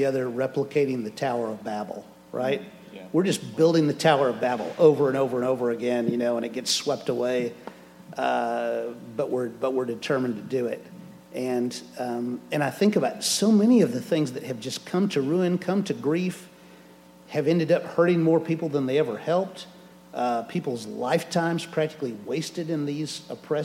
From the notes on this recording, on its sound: answers questions from the audience.